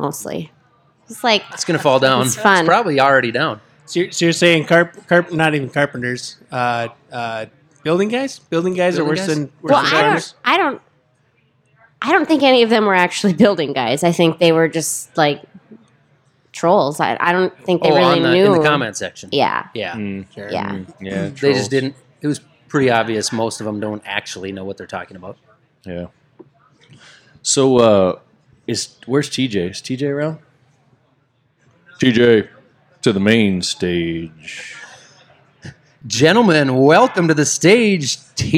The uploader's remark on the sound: Live from the RTB Ball Room. Are in town for a farm show so we took the opportunity to throw a party at Round the Bend Steakhouse and record a live episode!